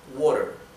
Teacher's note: La T, que está entre medio de dos vocales, se pronuncia casi como una R del español.